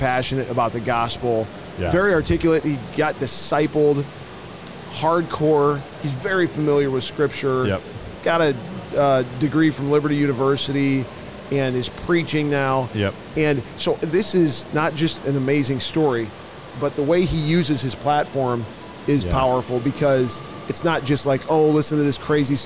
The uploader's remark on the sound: LIVE from NRB 2022!